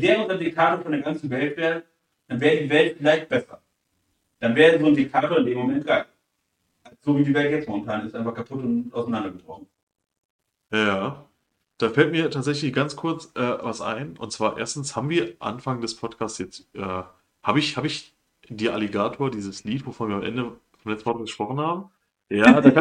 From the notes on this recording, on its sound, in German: Der Ton ist mal wieder eine Katastrophe